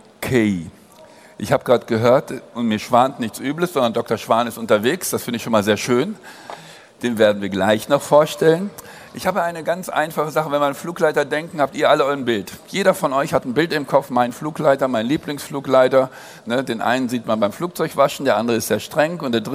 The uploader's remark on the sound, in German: Podiumsdiskussion auf der AERO 2019